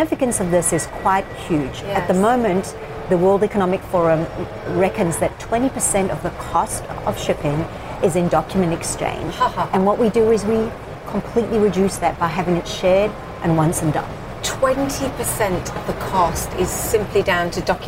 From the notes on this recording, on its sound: live at the New York Stock Exchange